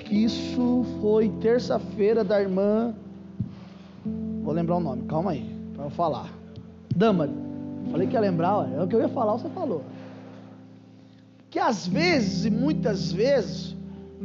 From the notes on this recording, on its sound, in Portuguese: Culto gravado em 03/04/2022 durante culto da familia